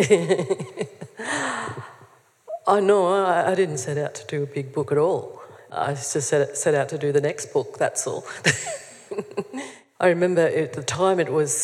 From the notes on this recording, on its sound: This episode features a live event recording.